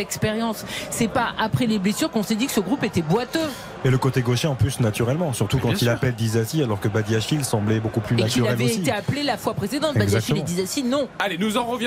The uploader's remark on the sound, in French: en direct de Al-Rayyan